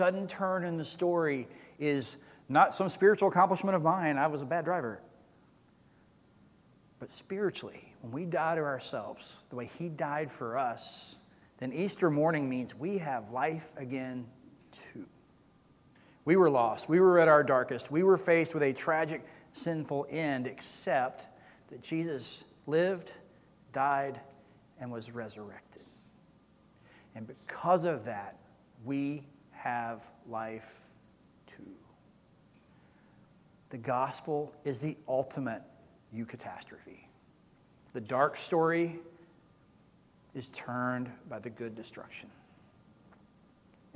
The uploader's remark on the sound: Recorded sermon from Easter Sunday April 17, 2022.